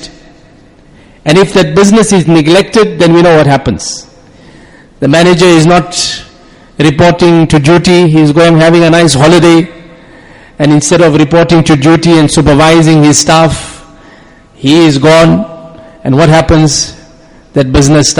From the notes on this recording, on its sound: Jumuah lecture.